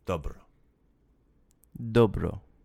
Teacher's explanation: You, you, your your sounds are great because that D sound is also at the front of your mouth, with your tip of your tongue and the back of your teeth, and you're rolling your R's a little bit. You're giving them one roll.